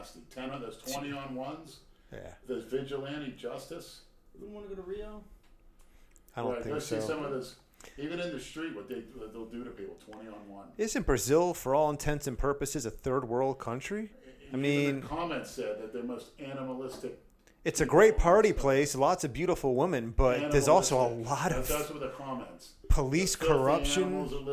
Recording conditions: echo